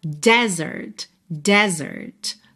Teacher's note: Mas a sílaba tônica é a primeira e esse é aberto